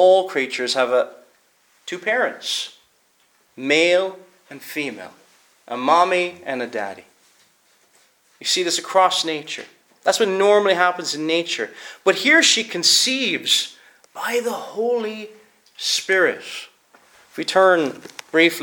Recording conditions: large echoing room